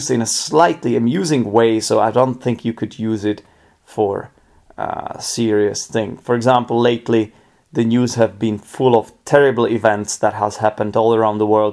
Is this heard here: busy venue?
no